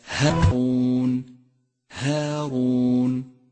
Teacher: انتبه إلى ترقيق الألف من كلمة هارون هارون، رققت لأنها مسبوقة بحرف مرقق وهو الهاء، والألف تتبع ما قبلها في الترقيق والتفخيم.